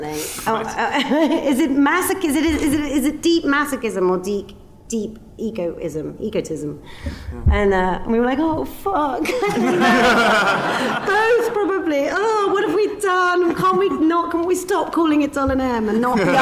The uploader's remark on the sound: Edinburgh Live Special.